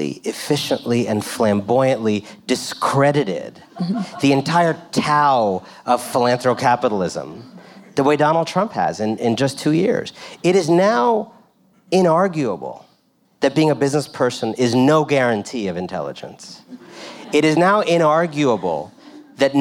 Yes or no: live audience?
yes